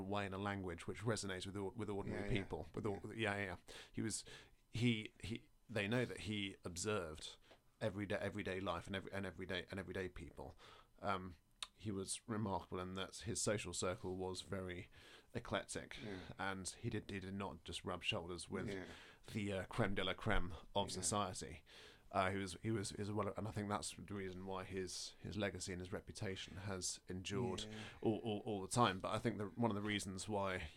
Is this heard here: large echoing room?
no